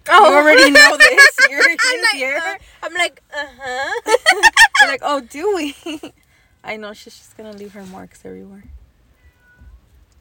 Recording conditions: background noise